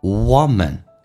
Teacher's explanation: 其实它发的是个短元音 a，打开口腔 a